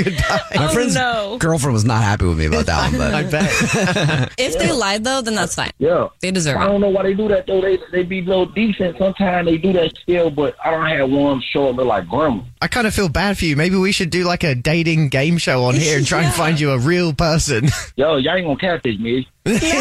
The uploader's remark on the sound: On the phone there is a guy who wants to tell us his Dirty Little Secret.